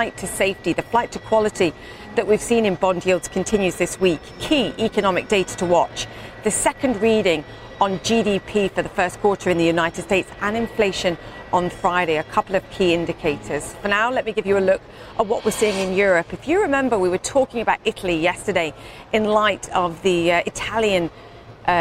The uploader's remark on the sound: live at the New York Stock Exchange